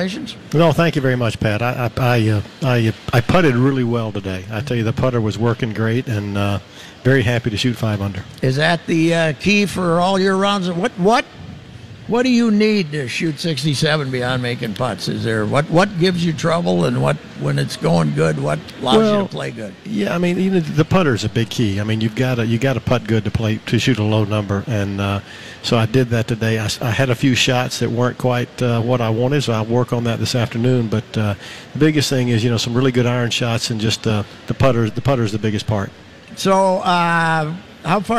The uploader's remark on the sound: live at the 3M Championship at the TPC